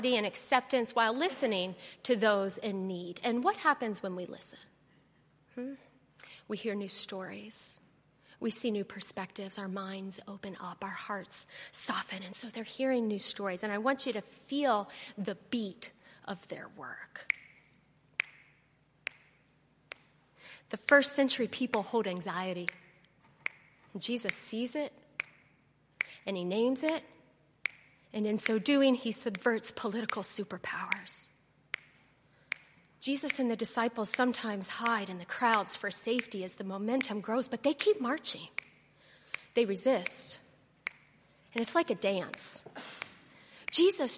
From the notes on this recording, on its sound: on Sunday, October 28, 2018, at Highland Baptist Church.